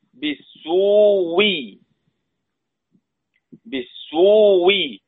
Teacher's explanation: بيقرؤون بإبدال الهمزة الأولى واوا